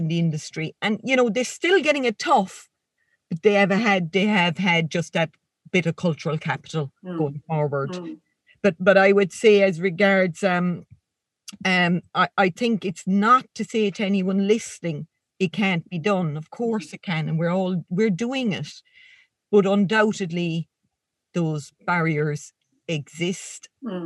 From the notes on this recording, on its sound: This interview was recorded through Zoom so audio quality will vary.